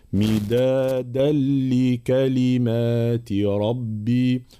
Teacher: إدغام بلا غنة مع بيان صفة الشدة والجهر في الدال. مدادا لكلمات، فلا نقول مدادا، مدادا تصبح مخلوطة بالتالة.